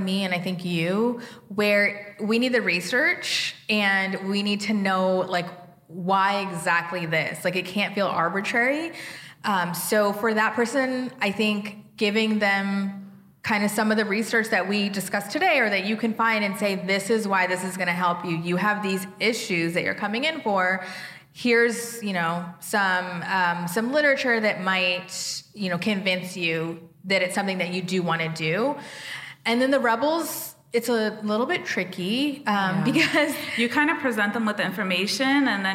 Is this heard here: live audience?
yes